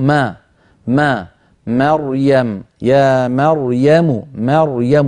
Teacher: العرب تقول ما ما، مريم يا مريم مريم، فيرققون الميم ويفخمون الراء